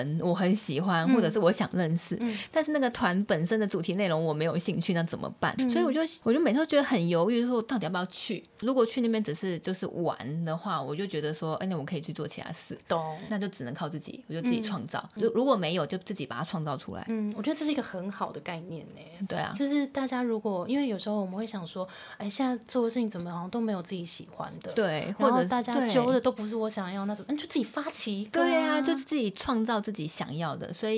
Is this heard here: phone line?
no